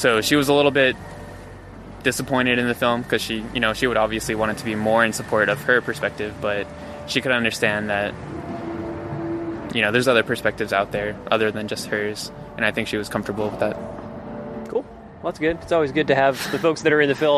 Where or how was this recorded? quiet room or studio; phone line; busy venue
busy venue